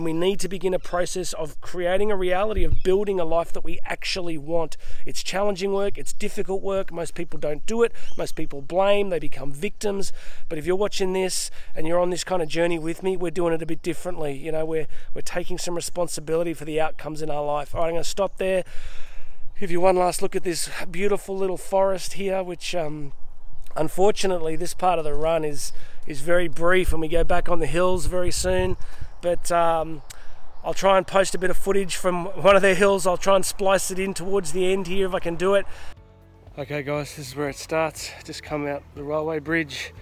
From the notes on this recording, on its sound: Today I am coming to you live from some random rainforest in Queensland and a swamp that I found in the middle of it.